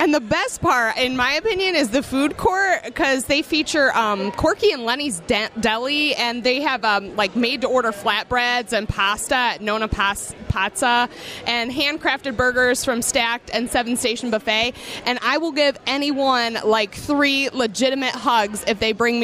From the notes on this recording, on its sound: Jack Cleveland Casino special. Taped at Jack Cleveland Casino, in the heart of downtown Cleveland.